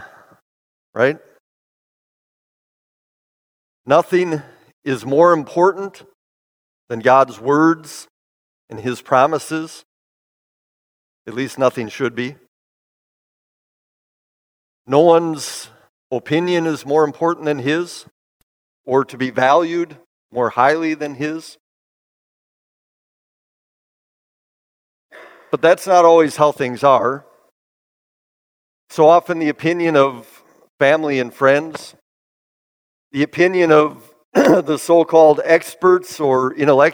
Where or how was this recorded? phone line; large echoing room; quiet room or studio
large echoing room